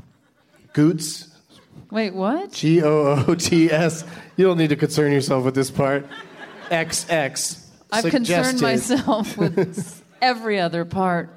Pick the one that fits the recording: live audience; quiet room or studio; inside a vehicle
live audience